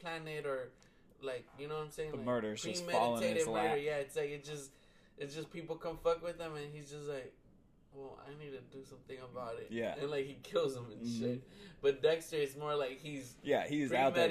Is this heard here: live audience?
no